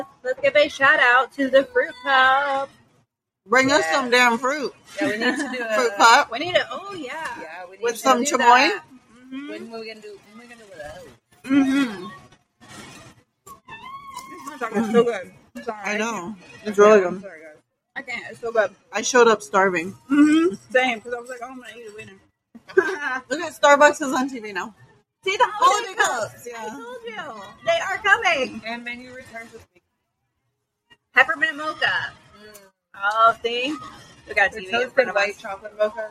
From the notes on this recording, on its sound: FB LIVE from Gatlin Hall Brewing. We are FB live for this episode of FML Shenanigans. LIVE at #gatlinhallbrewing #orlando.